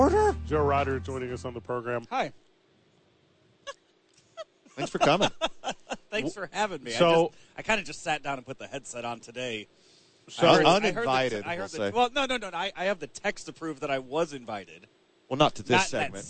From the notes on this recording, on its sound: live from Radio Row